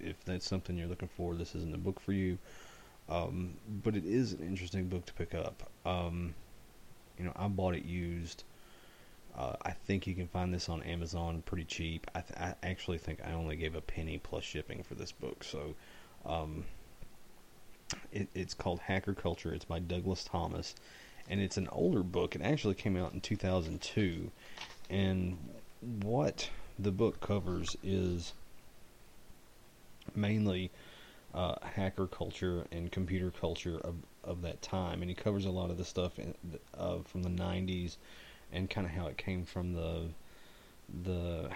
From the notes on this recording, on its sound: I was actually feeling pretty bad when I recorded the show, so my voice may not be as loud as usual.